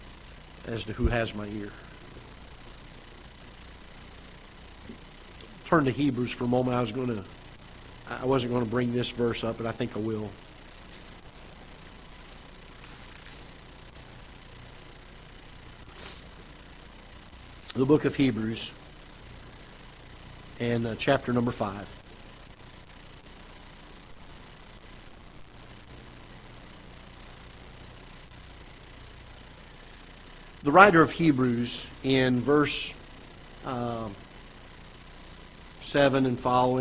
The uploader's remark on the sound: Ketha Heights Baptist Church ~ Live Broadcast.